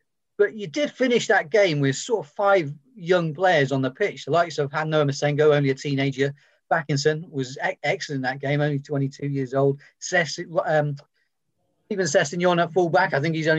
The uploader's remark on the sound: Virtual press conference.